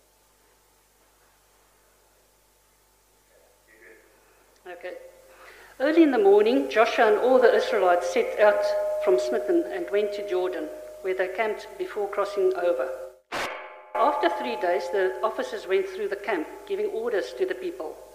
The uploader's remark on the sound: Streamed Live from South Mandurah Uniting Church!